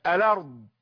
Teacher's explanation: ال كانت ساكنة، اللام ساكنة، أخذنا الفتحة وضعناها على اللام بدل السكون · Term: النقل